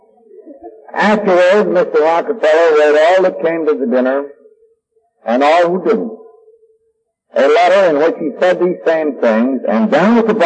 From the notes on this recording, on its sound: The quality of this recording is poor and because of that this recording is not for everyone. At parts it is difficult to hear what is being said.